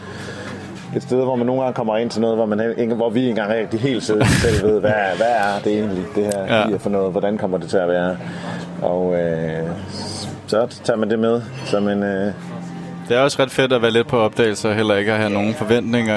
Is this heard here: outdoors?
yes